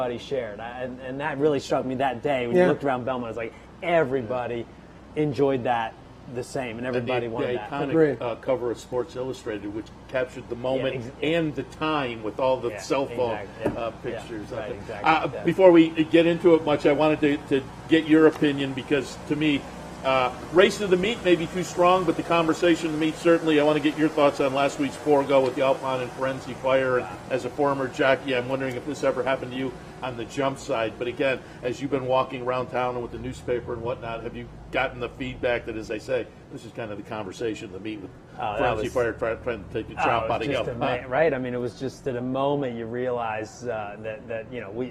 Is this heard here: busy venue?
yes